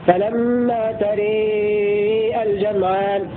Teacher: قرأ حمزة وحده بإمالة الألف التي بعد الراء